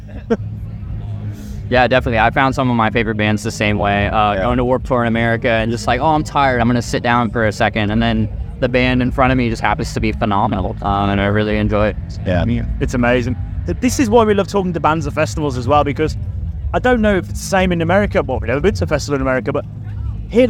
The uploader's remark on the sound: From our 'Live from 2000 Trees 2023' series